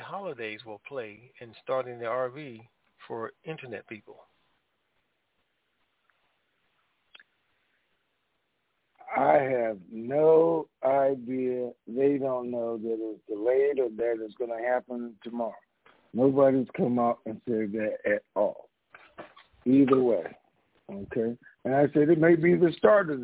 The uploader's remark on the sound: TNTSuperfantastic Conference Call.